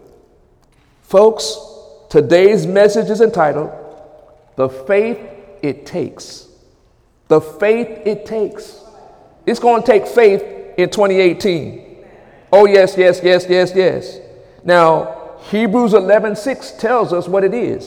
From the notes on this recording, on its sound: During Wednesday night service on February 21, 2018